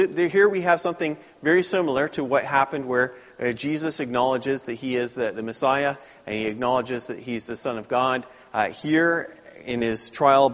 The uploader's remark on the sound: Please note the video and audio contain the entire service and not just the sermon.